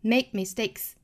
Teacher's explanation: 那如果是快速语流之中呢，这个 k 的音就不能够爆破出来了 · Term: 不完全爆破